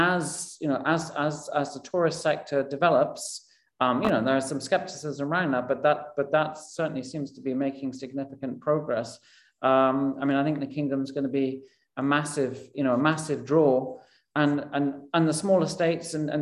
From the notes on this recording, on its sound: This public talk was conducted online via Zoom.